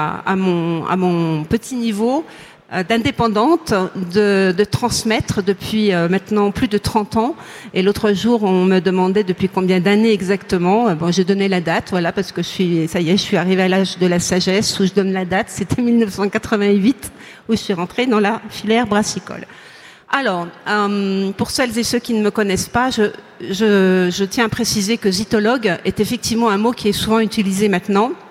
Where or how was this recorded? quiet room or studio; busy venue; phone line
busy venue